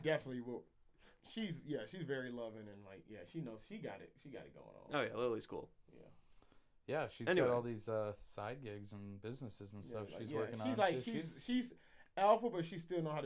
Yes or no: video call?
no